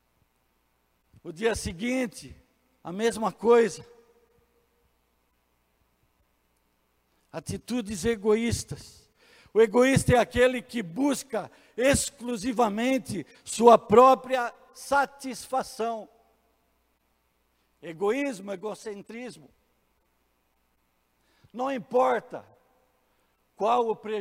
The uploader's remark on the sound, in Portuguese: em nosso Culto de celebração, dia 21/06/2020 na Igreja ABA Blumenau (Transmitido ao vivo)